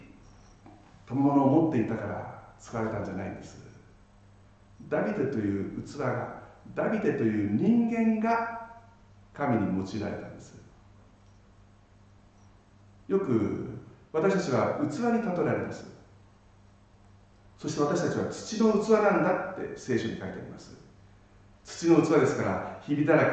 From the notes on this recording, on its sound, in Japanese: 町田純福音教会礼拝メッセージ。今回の礼拝は、機材トラブルにより音質がかなり悪くなっています。